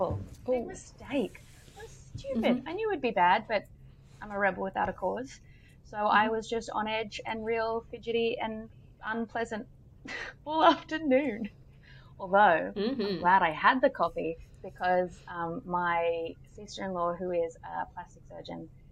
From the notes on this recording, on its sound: Yes, our audio quality is trash right now. New mics are on the way.